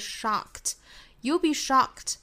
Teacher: shock 这个词美音发法是 shock 上下开骨头更松更开的